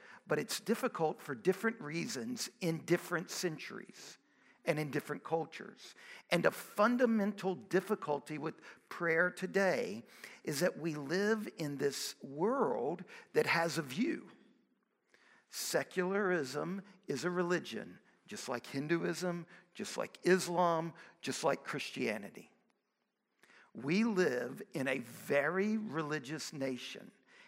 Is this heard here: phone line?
no